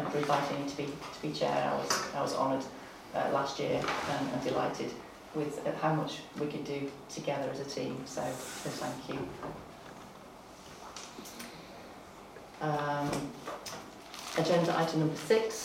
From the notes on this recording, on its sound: Audio recording of Frodsham Town Council Annual Meeting held on Monday 22 May 2023